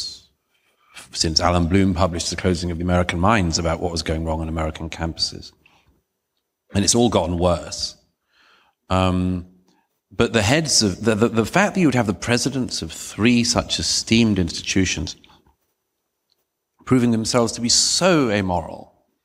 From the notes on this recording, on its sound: A special edition of our show filmed before a live audience.